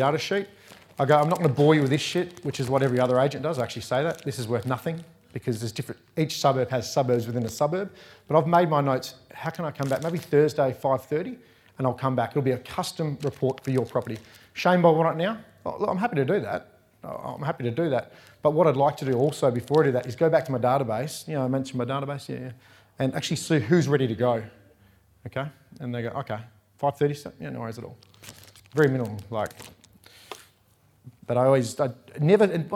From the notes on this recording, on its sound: recorded live at REBar Camp 2019